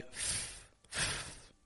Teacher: other people will make their V's into F sounds, like F, F, especially at the ends of words